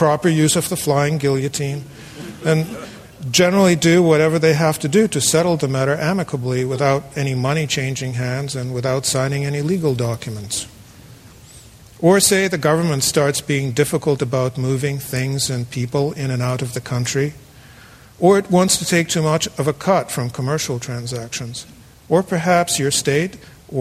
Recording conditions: live audience